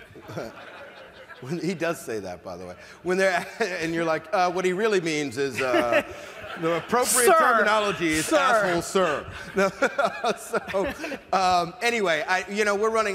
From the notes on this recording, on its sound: Keynote in San Francisco - 2013. Is a throwback keynote/fireside chat I gave in San Francisco in 2013!